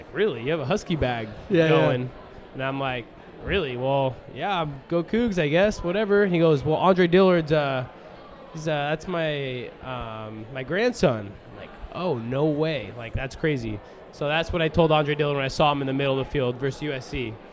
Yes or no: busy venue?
yes